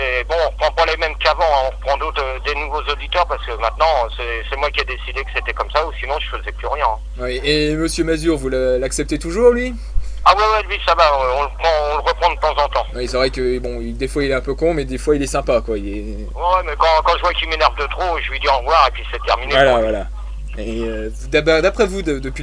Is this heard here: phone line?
yes